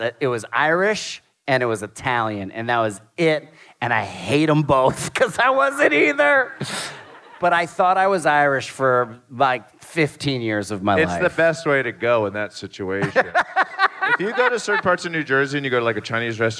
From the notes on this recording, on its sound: Live from Atlanta. Live podcast in Atlanta!